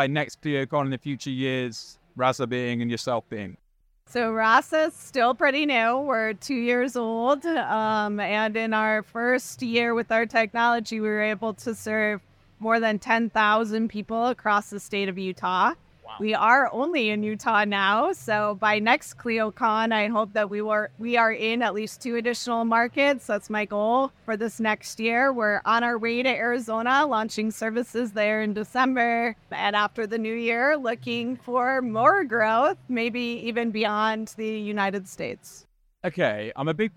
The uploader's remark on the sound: We take you inside Clio Con , the annual legal technology conference. Clio Con Clips Mini-Series.